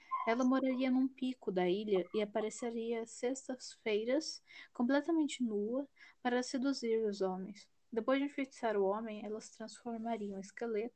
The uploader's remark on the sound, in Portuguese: Aviso: Há variações no volume do áudio.